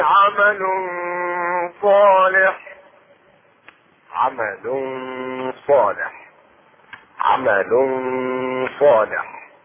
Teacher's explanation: اخفاء التنوين في الصاد ومع الغنه